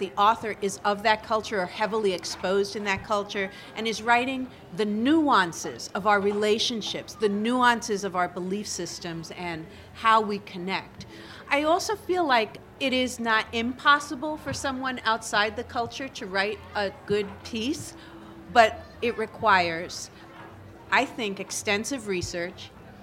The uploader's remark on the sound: 30 Minutes spotlights excerpts from the 2016 Tucson Festival of Books.